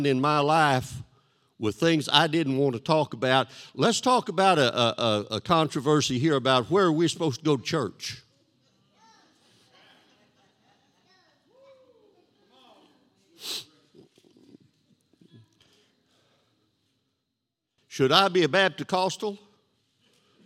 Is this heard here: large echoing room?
yes